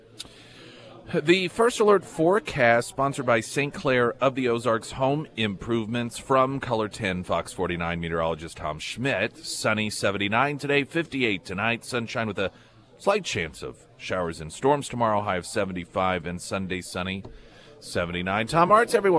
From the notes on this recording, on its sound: live at Scramblers Diner.